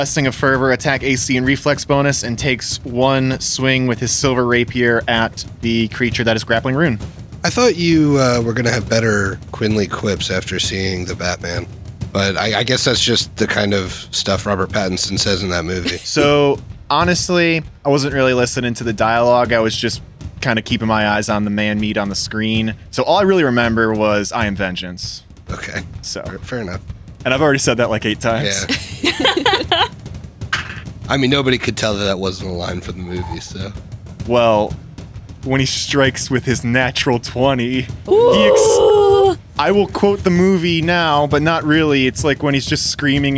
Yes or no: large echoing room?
no